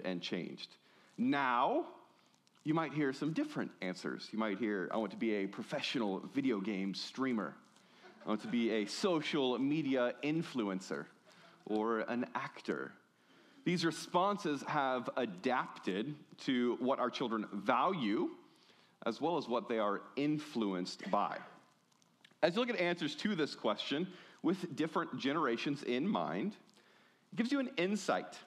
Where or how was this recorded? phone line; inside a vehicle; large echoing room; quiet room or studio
large echoing room